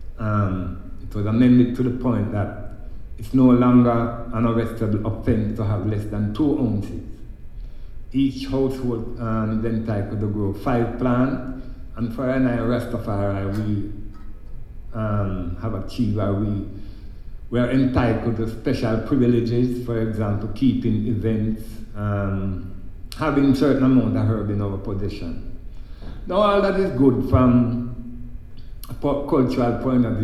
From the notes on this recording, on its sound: Recorded at the Kaya Fest in San Bernardino, CA.